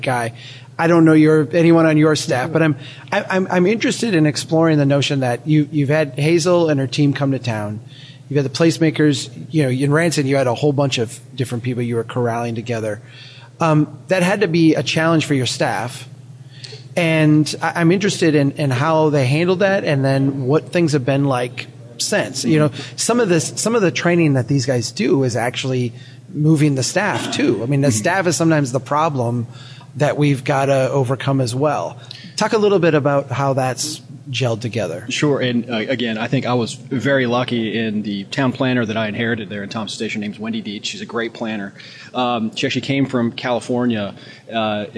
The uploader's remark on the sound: Recording live at CNU24 in Detroit